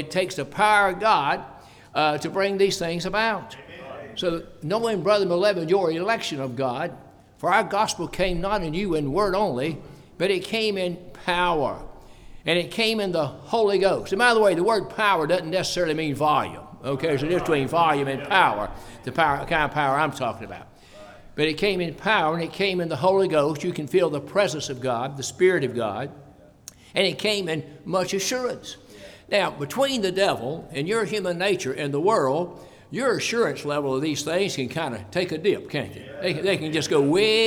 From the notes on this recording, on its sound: preached at the constitution service for Blooming Grove Primitive Baptist Church